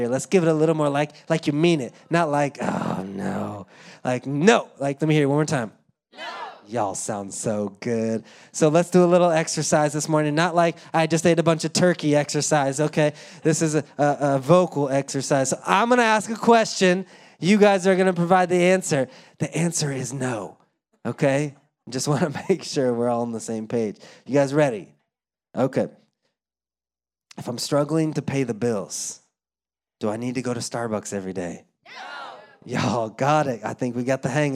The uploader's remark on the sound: Live from Orlando, Florida